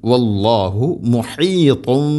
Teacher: വല്ലാഹു മുഹീതും, മുഹീത് ഹ തൊണ്ടയുടെ മധ്യഭാഗം, മുഹീത് അല്ല മുഹീത്.